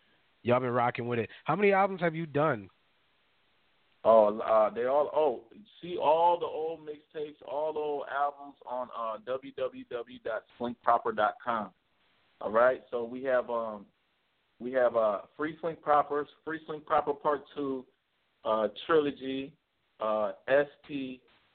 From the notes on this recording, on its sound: Will call in for a live interview. 5 mics.